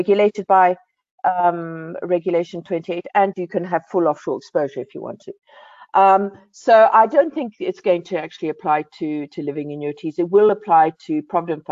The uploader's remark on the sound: BizNews Finance Friday webinar